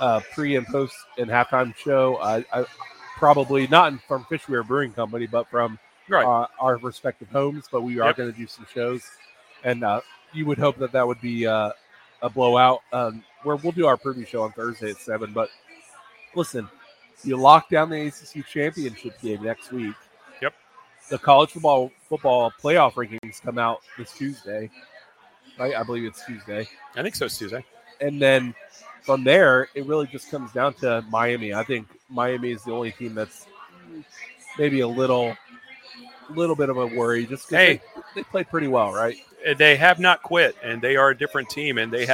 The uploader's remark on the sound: POSTGAME LIVE from Fishweir Brewing Company in Jacksonville.